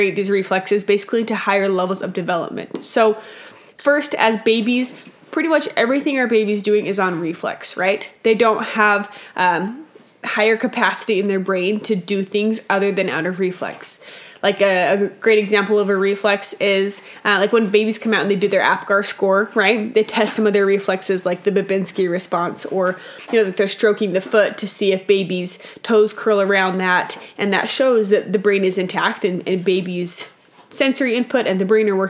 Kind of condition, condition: fault, sounds in the background